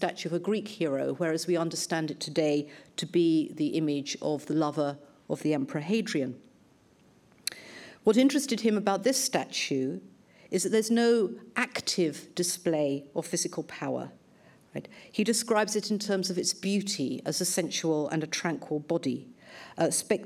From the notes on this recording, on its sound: Lunch Hour Lecture on tour at the British Museum